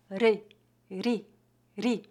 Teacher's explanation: a letra R entre duas vogais é pronunciada com a vibração da ponta da língua no céu da boca